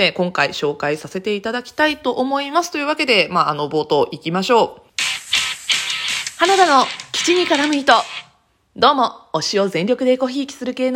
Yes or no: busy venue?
no